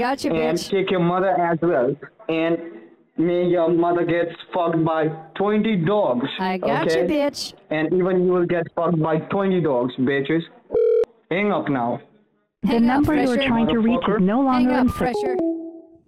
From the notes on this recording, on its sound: the recording of the call